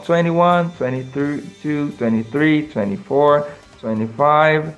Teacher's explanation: a pronúncia americana principalmente, tira esse segundo T, então em vez de ser 21, geralmente eles falam 21, 22, 23, 24, 25.